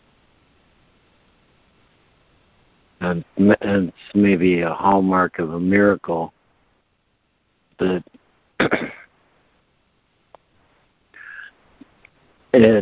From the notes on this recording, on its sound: Daily Conference Call